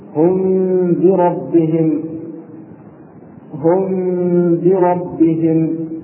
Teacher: أي أخفي الميم إذا جاءت ساكنة وبعدها حرف الباء · Term: الإخفاء الشفوي